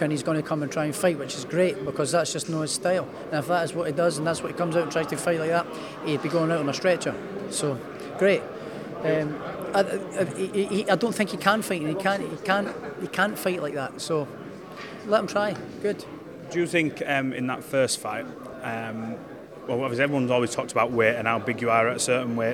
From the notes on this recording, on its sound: at the press conference